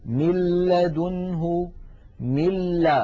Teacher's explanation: لاحظوا مل من الميم إلى اللام مباشرة، وننطق لاما مشددة ولم يبق من الغنة شيء